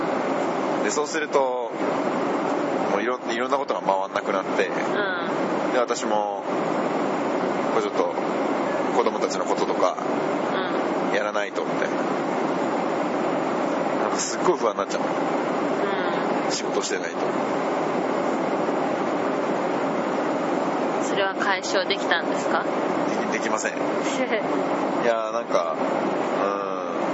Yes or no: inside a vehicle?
yes